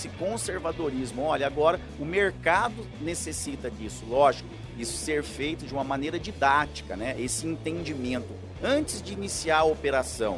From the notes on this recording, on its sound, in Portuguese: Este é mais um episódio do Dirigindo Vendas que foi gravado diretamente do 30° Congresso Expo Fenabrave, no estande da Auto Arremate e Linx.